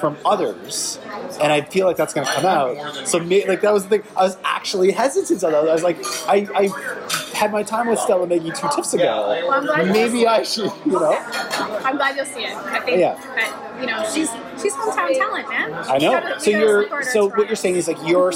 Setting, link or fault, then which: setting, busy venue